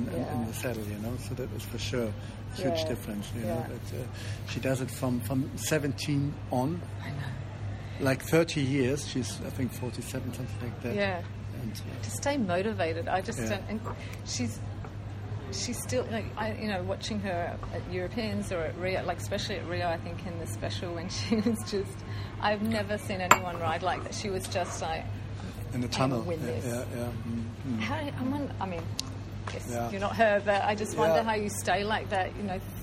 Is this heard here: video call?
no